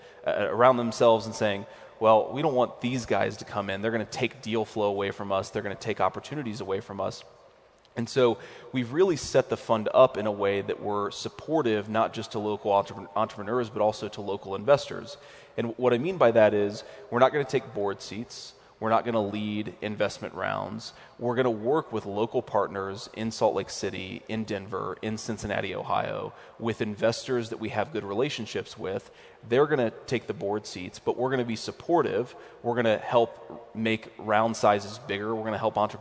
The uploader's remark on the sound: In his keynote during Silicon Slopes Tech Summit 2018.